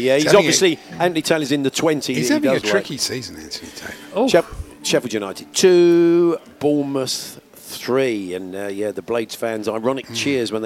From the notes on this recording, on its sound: Live from Oche The Strand where The World Darts Championship draw took place!